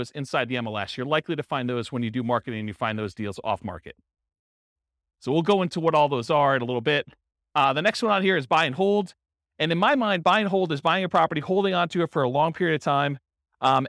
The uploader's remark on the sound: This was a live class recorded. Real estate entrepreneurs in Jersey City, New Jersey.